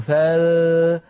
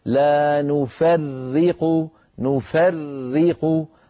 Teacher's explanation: هذه الراء المشددة لابد من نطق راءين أولاهما ساكنة والثانية مكسورة · Shown in: second take